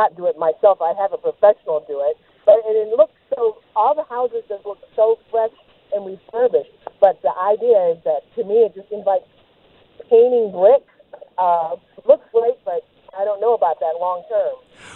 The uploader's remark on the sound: takes your phone calls and answers your questions